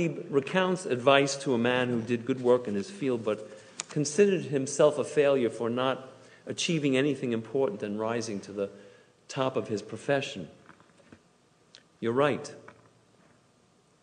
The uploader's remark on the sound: Delivered on Yom Kippur at Temple Emanu-El